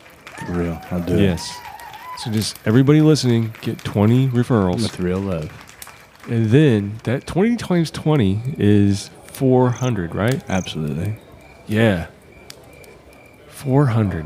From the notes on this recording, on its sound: their small audience, as they smoke around the camp fire